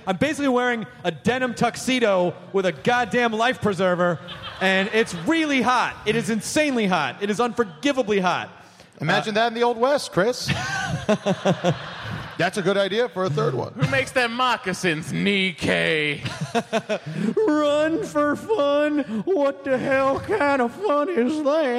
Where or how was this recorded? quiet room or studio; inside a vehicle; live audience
live audience